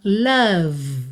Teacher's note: esse O não tem som de O, é a. Tá? Eu brinco que é um som bobo, sem definição.